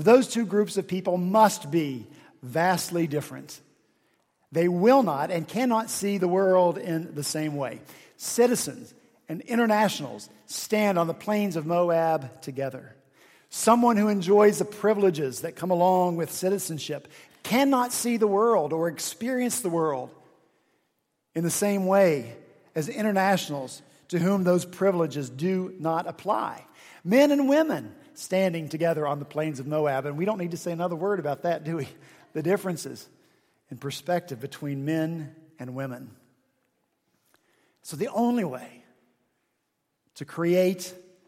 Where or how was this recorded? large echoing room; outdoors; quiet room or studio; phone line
large echoing room